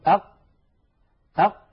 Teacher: تجدون بأنه لا يمر نفس أبدا ولا يمر صوت أبدا. أق ينقفل مخرجها انقفالا تاما، فهي حرف مجهور ليست من حروف الهمس، وهي حرف شديد لأنها من حروف أجد قطن بكت أجد قطن.